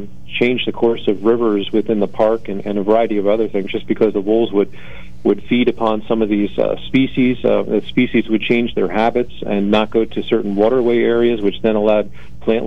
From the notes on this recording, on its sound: with a live call-in update